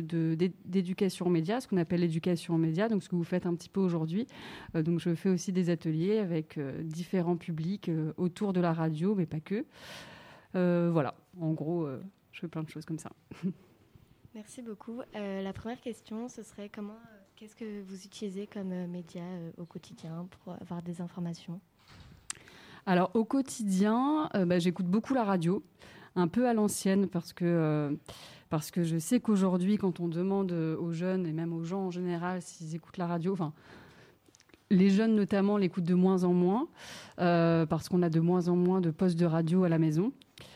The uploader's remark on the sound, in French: Les élèves de la 4ème spécialité média du collège François Villon (75004) enregistraient une émission à la Bellevilloise à l'occasion de la 6ème édition du Festival des idées "Réparer le futur". Les élèves se sont emparé.es des micros ! Une émission enregistrée vendredi 19 novembre 2021 à la Belleviloise dans le cadre de la 6ème édition du Festival des idées "Réparer le futur".